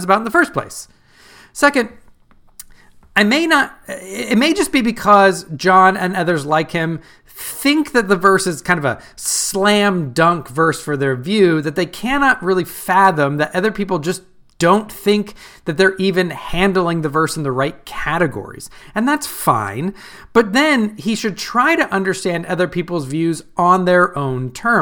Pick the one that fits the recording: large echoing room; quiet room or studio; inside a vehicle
quiet room or studio